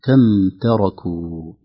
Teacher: يؤثر الراء بقوته على التاء فنقول كم تركوا تاء كم تركوا لابد أن نعطي التاء حقها من الترقيق والراء حقها من التفخيم